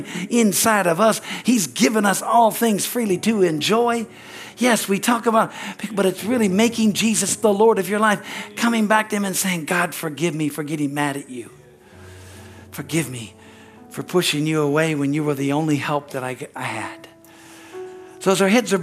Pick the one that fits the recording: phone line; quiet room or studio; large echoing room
large echoing room